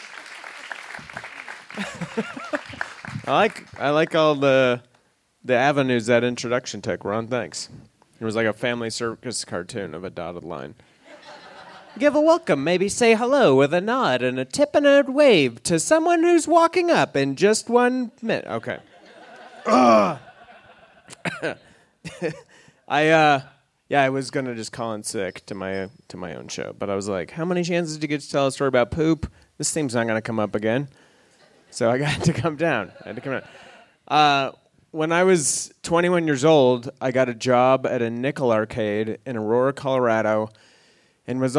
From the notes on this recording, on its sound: recorded live at Buntport Theater on October 15, 2014